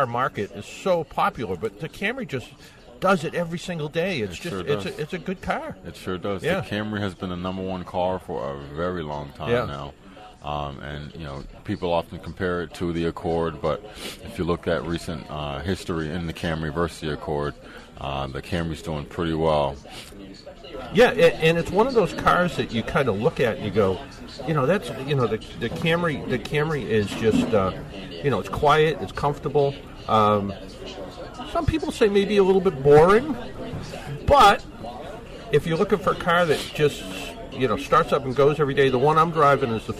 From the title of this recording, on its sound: Live from Expressway Toyota